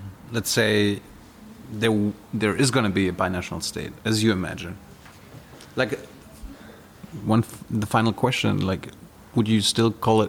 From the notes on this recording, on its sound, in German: in der Berliner Buchhandlung "ocelot" (Brunnenstraße) aufgezeichnet